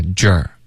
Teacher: 中文的这个鸡的这个发音呢是不嘟嘴唇的，可是英文的 j 会嘟嘴 · Term: 撅嘴唇